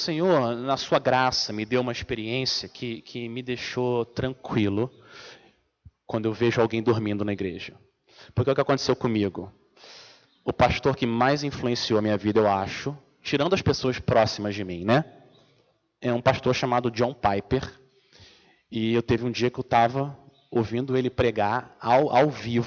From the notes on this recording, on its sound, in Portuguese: Mensagem gravada na Igreja Batista Jardim Minesota